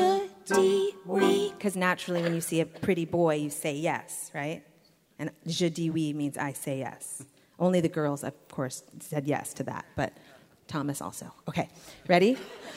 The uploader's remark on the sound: recorded live at the Clay Center for the Arts & Sciences in Charleston, WV